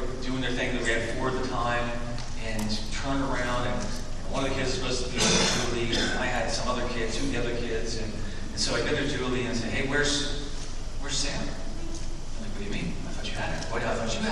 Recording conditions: poor sound quality